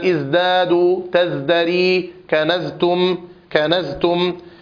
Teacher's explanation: الفرق بين الزاي والسين أن الزاي مجهورة وأن السين مهموسة، فلولا الهمس الذي في السين لصارت زايا، ولولا الجهر الذي في الزاي لصارت سينا.